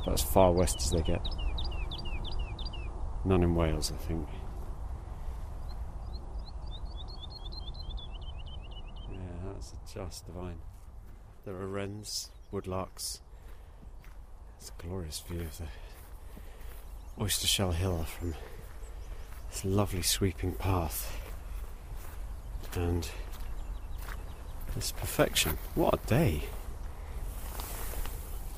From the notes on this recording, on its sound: Recorded before the current lockdowns due to Coronavirus, this podcast allows you to take a wild wander across the heathland of Chobham Common in Surrey to hear the fabulous song of the woodlark in all its glory.